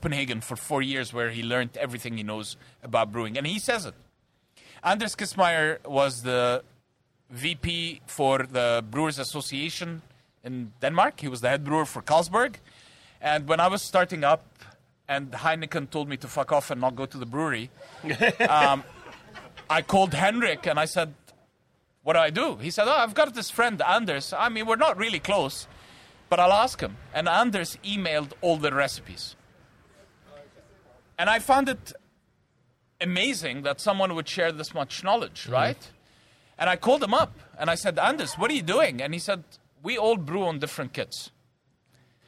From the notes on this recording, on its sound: welcomes the Coolroom to Hawkers for a live show